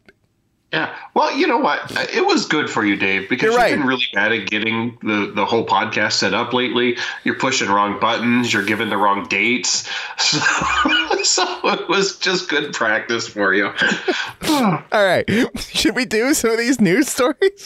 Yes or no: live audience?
no